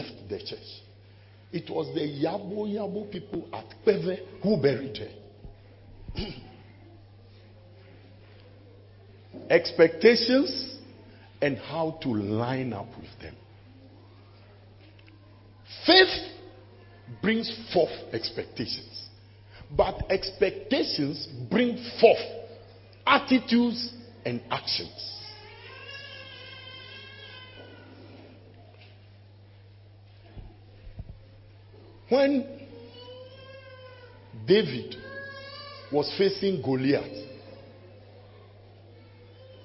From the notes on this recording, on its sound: preached at the closing of a church annual fast